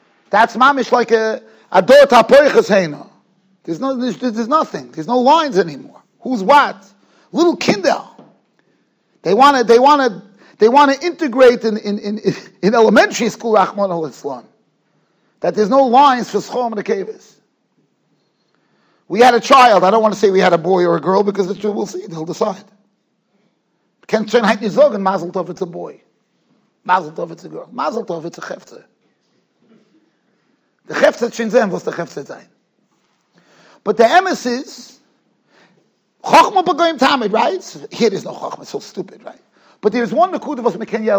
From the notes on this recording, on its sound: Shiur recorded in Yeshivas Ohr Reuven, Monsey, NY.